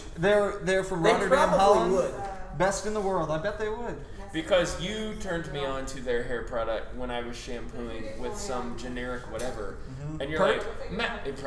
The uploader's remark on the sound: we record from Burg's Hair Parlour